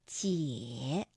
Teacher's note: 这个赏声也应该读214